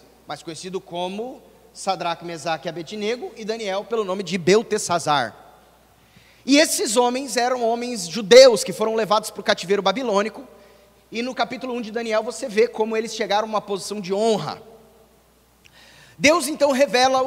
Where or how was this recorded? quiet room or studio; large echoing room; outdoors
large echoing room